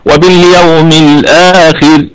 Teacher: حرف لين وصلا، يعني لن يكون فيه مد حال الوصل